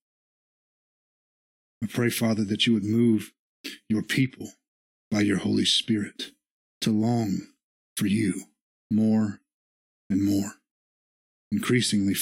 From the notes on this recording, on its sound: This is the sermon from our Worship Service